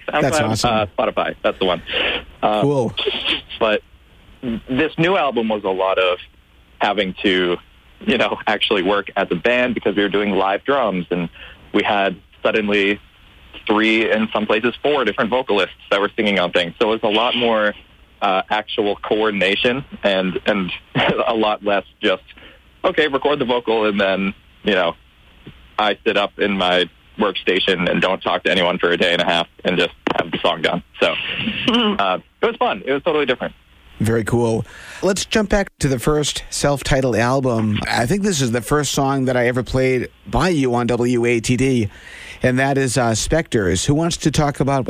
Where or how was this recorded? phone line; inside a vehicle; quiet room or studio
phone line